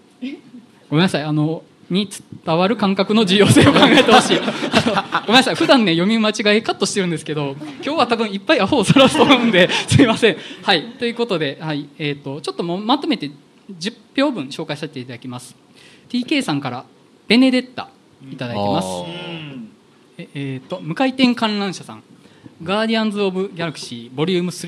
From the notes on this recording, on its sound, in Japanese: 公開収録in NakedLoft YOKOHAMA。ネイキッドロフト横浜で行われた公開収録。